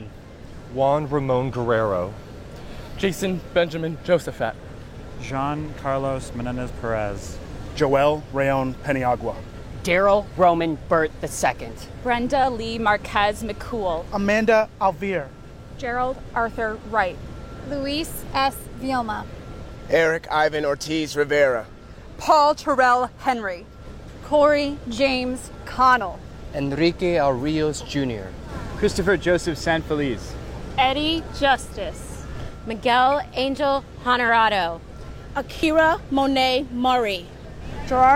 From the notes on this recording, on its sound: with sound and interviews from the vigil at LA City Hall